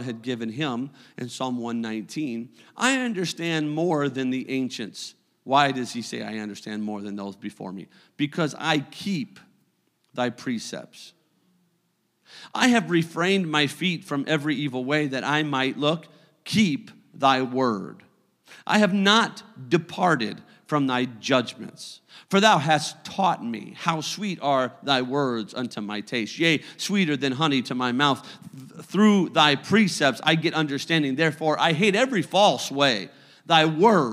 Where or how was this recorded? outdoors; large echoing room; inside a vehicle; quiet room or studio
large echoing room